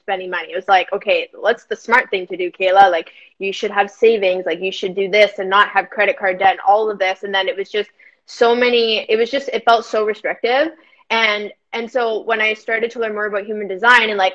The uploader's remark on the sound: a replay from an IG live